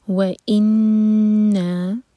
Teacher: نون پر غنہ اور دوہرے کا لمبا